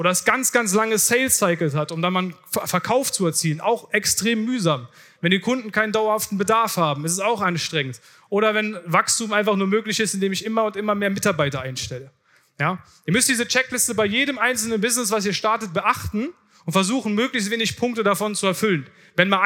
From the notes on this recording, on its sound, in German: Vortrag von der diesjährigen Founder Summit